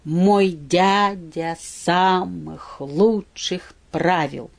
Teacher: Ударение в стопе идет на второй слог. Везде. В В каждой стопе обязательно всегда на второй слог.